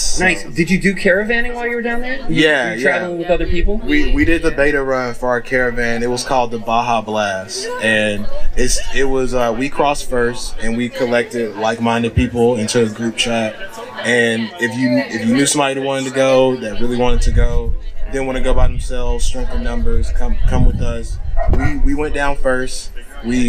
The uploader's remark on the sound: from the van